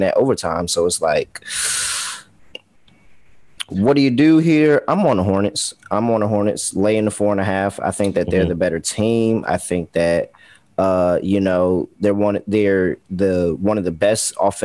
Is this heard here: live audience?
no